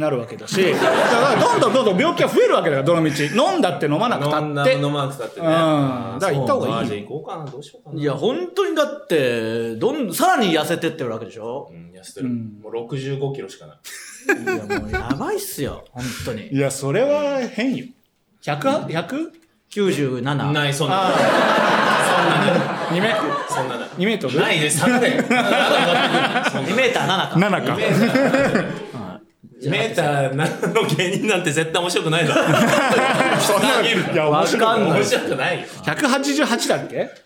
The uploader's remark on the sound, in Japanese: 八丁堀まで来て！人集めて！第二回公開収録 昼の部。公開収録です。